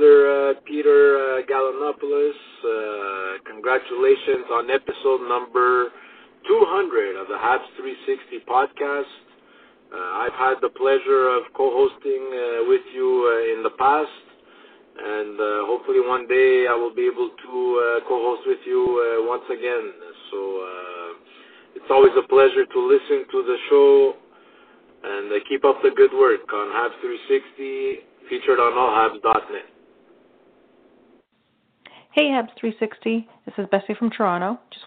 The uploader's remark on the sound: We take your phone calls. Read your tweets.